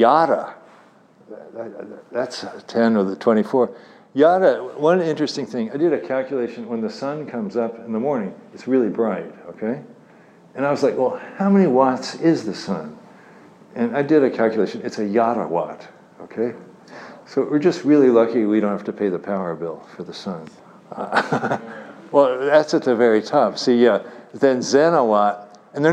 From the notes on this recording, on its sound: Talk at IOHK Summit conference in Miami Beach.